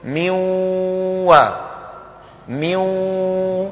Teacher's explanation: ولا يلفظ النون بل يبقي من النون غنتها، ويكون ذلك مصاحبا للواو المشددة